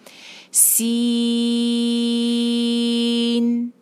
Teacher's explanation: سین میں آپ دھیان رکھیے گا کہ یہ والی جو سیٹی کی آواز ہے یہ اس لیٹر کے ساتھ شامل ہو